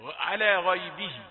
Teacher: طيب كمان حاجة عاوز أنبه عليها، على غيبه، حرف المد قد يتأثر بالحرف المفخم اللي جاي يقول على غيبه، على غيبه، عشان هو بيستعد للغيب، يقول على غيبه، على لام رقيقة والمد بتاعها رقيق التابع لها الألف، على غيبه، على غ، على غ، استكمل الأول للحرف السابق على غيبه.